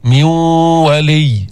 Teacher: أدغمنا النون في الواو، ذهبت النون، بقيت الغنة، إدغام غير كامل، فينا نسميه ناقص.